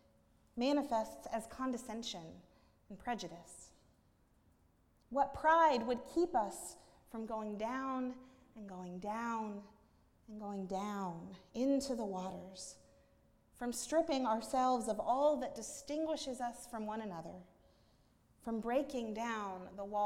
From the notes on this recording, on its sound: at Northminster Church on July 7, 2019